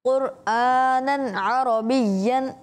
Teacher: انہوں نے تنوین میں غنہ نہیں کیا · Term: اظہار کا قاعدہ